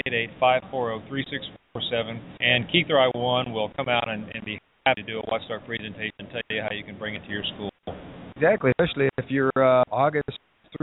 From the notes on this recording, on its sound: For the third consecutive year, WatchDOGS Radio will be broadcasting LIVE from the convention floor of the 2015 National PTA Convention. This year, the convention is in Charlotte, N.C. You never know who might walk by and wind up being a part of the WatchDOGS Radio show during our live broadcast.